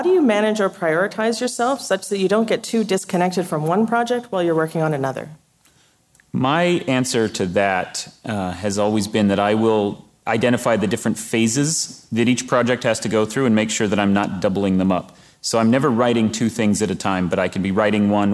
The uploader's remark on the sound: At WXR 19 we recorded live, and took audience questions aboard the ship.